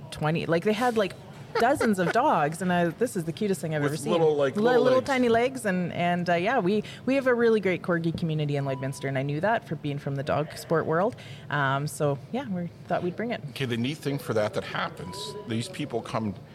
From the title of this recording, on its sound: CPCA Finals live at Lloyd Ex